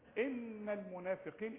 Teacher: النون لازم تغن، ان المنافقين مش المنافقين، المنا بخنفة